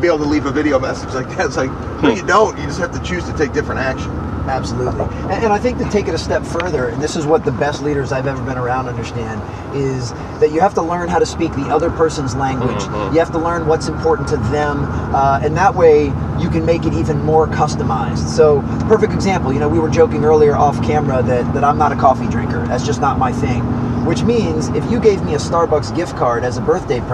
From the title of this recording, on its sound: Two Coaches in a Benz